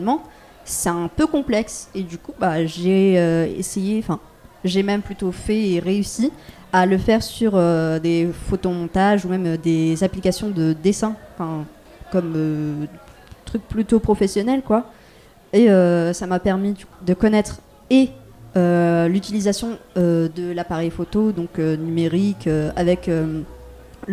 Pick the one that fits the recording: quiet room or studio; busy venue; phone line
busy venue